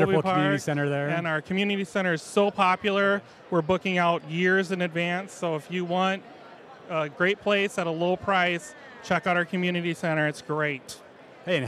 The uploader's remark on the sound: We grabbed some live interviews from the Exhibit Hall of this year's Annual Conference & Exhibit in Dubuque and had some fun chatting with a bunch of great city officials from around the state. Enjoy some of the sounds from the luau-themed Exhibit Hall!